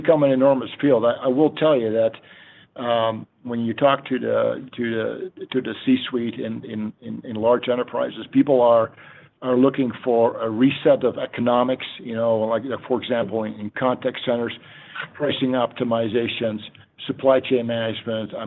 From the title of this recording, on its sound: Q3 FY24 Snowflake Earnings Conference Call